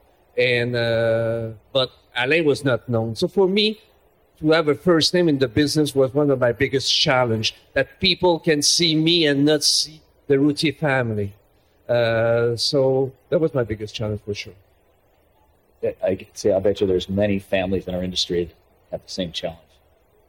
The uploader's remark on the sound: LIVE from the CPMA Trade Show Floor. We go back to the Learning Lounge in Montreal.